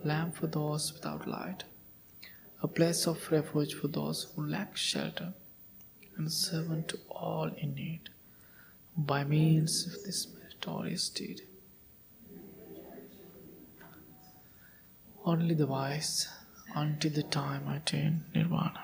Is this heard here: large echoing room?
yes